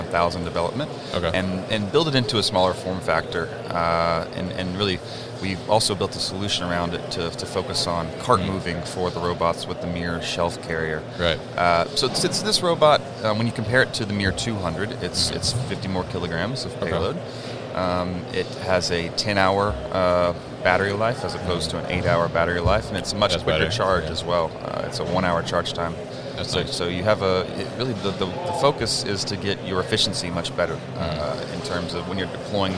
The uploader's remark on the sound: Mobile Industrial Robots at MODEX.